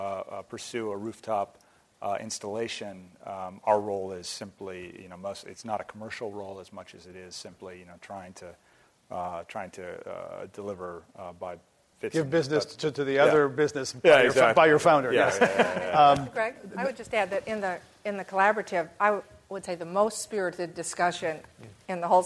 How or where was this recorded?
live audience